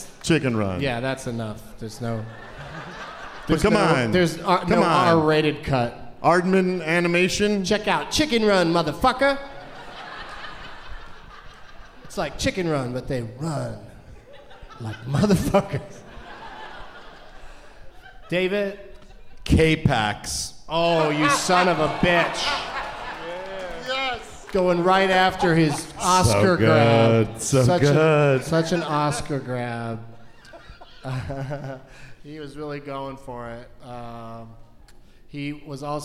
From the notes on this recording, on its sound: Live from the Variety Playhouse in Atlanta